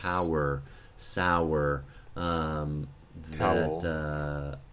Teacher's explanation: in English we have those group of words that sometimes get elided into triphthongs